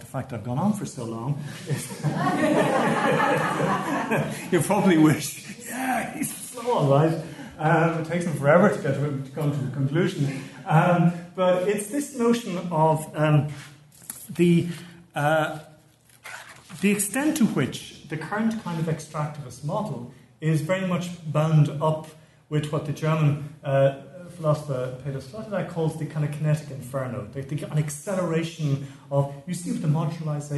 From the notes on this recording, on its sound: keynote lecture as part of the HI's 2018 Postgraduate Scholars Conference